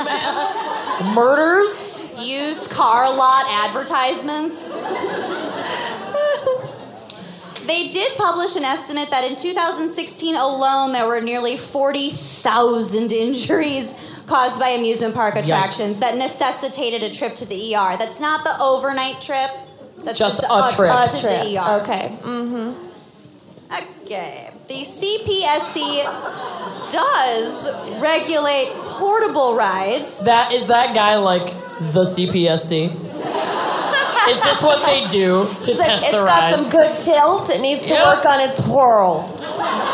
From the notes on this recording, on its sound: Orlando LIVE. Broadcast from their live show in Orlando.